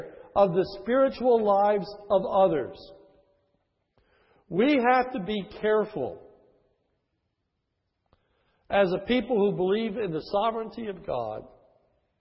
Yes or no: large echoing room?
yes